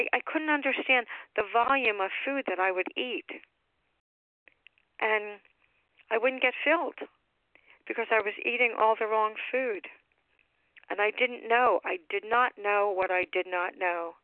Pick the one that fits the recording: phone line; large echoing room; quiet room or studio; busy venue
phone line